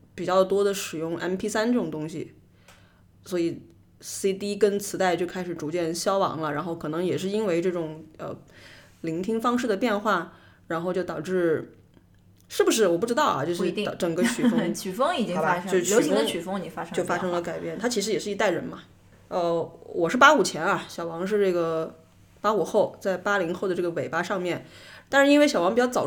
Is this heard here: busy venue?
no